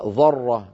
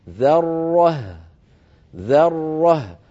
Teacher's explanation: لابد من ترقيق الذال والهاء وتبيين الراء المفخمة بينهما هكذا ذرة ذرة. فبعد أن ننطق الراء المشددة المفخمة نعيد الفم إلى شكله الطبيعي فتخرج الهاء مرققة · Shown in: second take